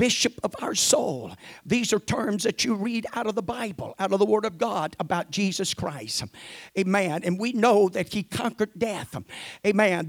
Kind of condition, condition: setting, large echoing room